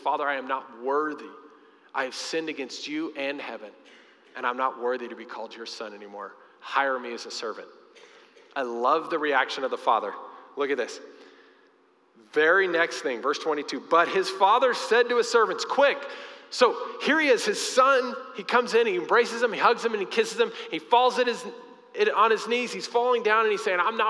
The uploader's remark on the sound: Recorded live during our Sunday morning service